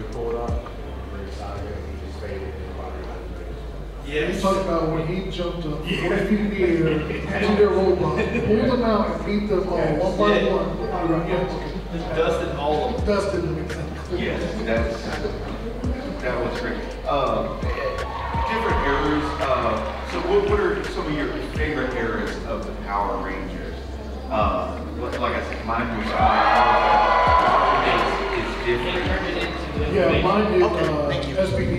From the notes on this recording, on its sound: We talk all thing Power Ranger during a panel at Metrotham Con 2023.